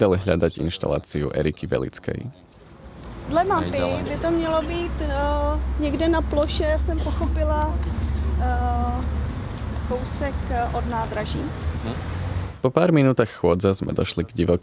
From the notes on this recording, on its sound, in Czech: Do této letní výletové epizody se propisuje i to, co je s cestou vlaky spojené - čekání, specifické zvuky i potkávání cizích lidí.